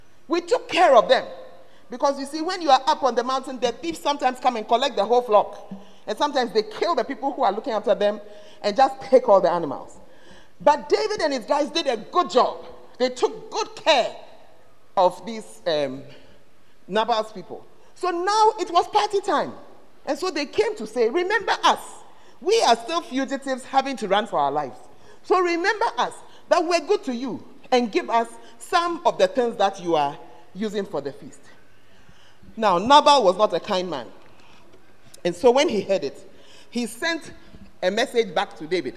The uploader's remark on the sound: Preached at the Word Alive Service